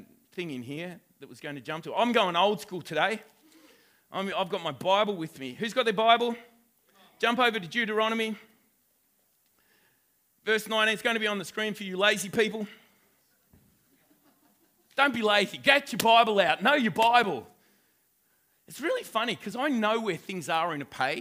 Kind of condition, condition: setting, live audience